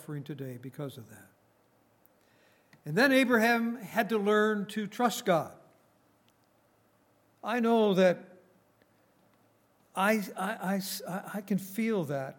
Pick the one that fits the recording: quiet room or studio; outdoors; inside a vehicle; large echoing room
large echoing room